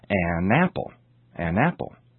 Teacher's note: The article an is used before nouns beginning with a vowel sound, such as an apple, an apple. Notice how the n sound, n, is linked to the word which follows it.